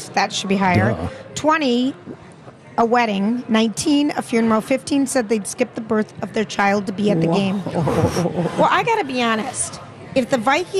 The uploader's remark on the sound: Live at the AC Hotel - the morning shows are on the ground.